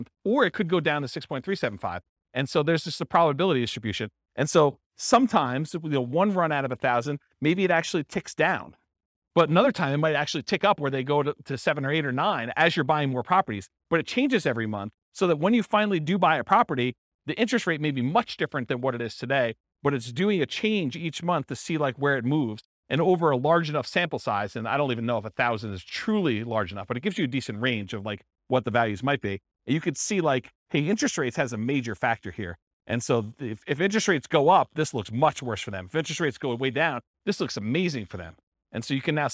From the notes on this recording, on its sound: This was a live class recorded